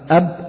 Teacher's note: والباء أيضا أب تخرج بانطباق الشفتين